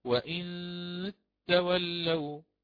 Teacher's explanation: أحافظ كذلك على هذه النون الساكنة بإخفائها